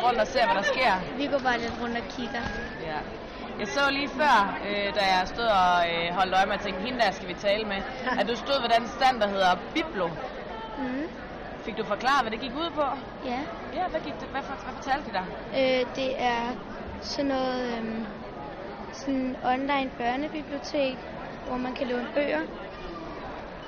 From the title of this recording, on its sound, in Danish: Live fra Bogforum